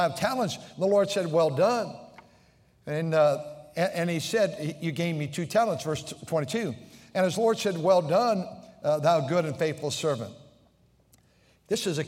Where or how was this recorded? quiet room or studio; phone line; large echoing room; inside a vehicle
large echoing room